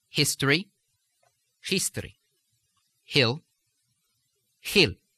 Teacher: a very hard H, with pushing the air out harder.